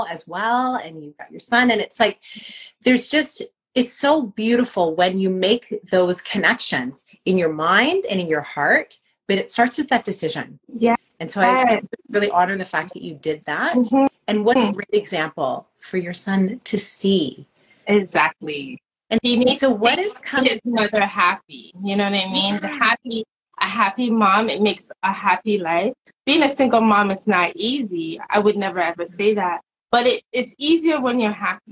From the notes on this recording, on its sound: Instagram Live Summer Conversation Series